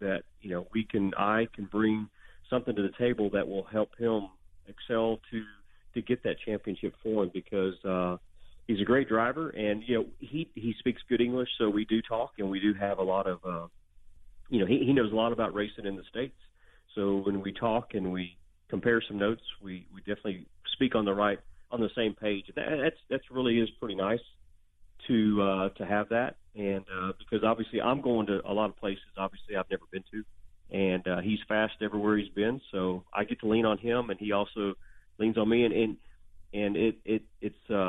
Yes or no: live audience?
no